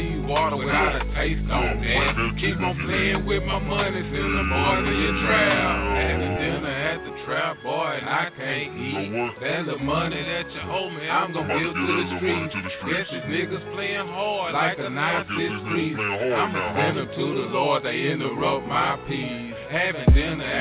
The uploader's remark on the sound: with us on the phone lines